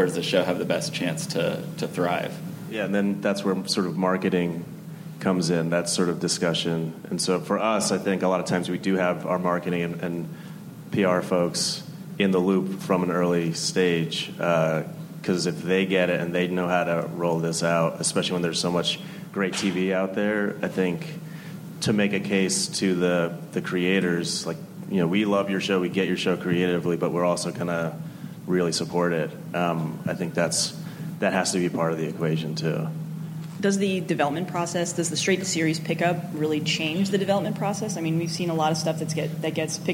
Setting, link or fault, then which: setting, busy venue